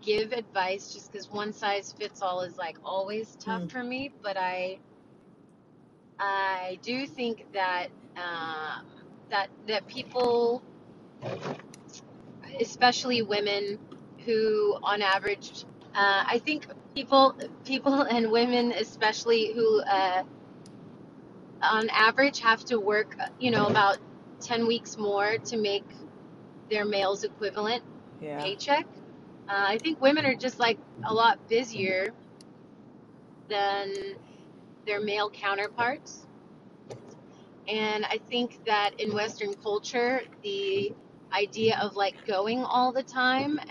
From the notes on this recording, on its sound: Producer Minisode Compilation from 2023 Lysistrata Comedy Festival. I apologize for the wind noise that happens in some of the recordings. Every attempt was made to eliminate it as much as possible.